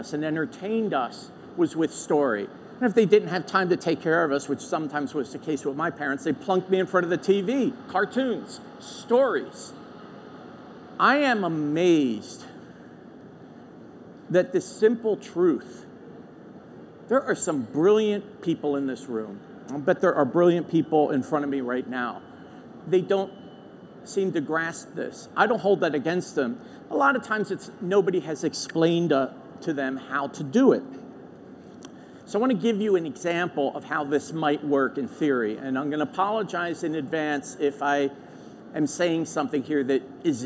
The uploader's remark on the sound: LIVE FROM MONEY 20/20.